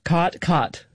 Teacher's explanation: there you have what's called the caught merger, or in linguistic circles, the low back vowel merger